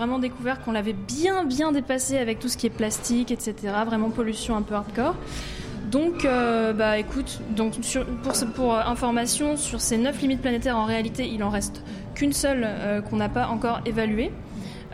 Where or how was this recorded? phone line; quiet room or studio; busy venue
busy venue